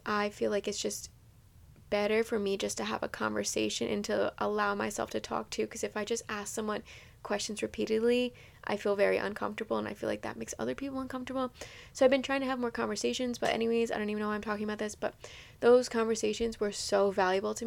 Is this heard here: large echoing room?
no